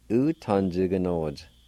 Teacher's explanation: The last vowel sound of each word will be silent a lot of times.